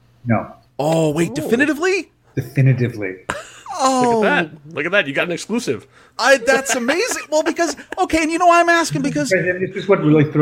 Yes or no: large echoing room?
no